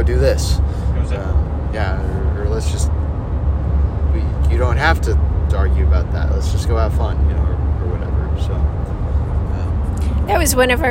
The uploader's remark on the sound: In the excitement of driving to camp at Pine Cove.